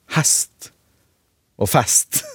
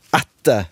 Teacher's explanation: Og egentlig så er det slik at uh, fra en eller annen plass nord på Østlandet og, og nordover, så er veldig mange av de ordene som blir skrevet med e i skriftspråket har uttalen æ. Så det heter hest og fest. · Term: lågning